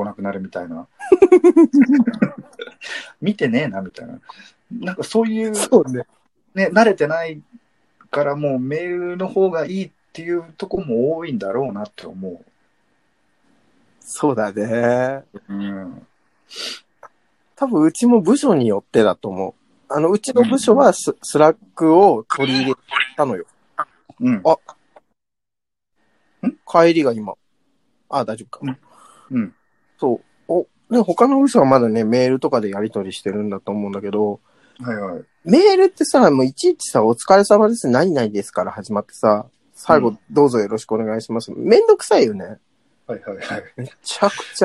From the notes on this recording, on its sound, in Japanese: 最初から二人のタイミングがずれずれのリモート収録です